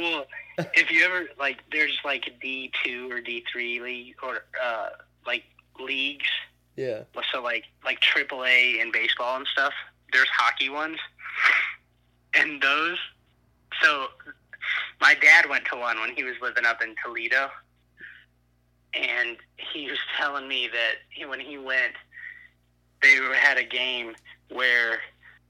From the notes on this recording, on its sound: burnt the phone lines to Chicago